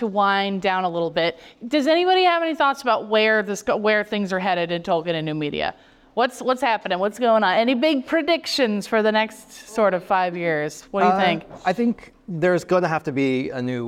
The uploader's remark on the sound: Live from Oxonmoot 50